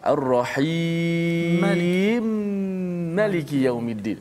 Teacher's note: idghamkan mim ke dalam mim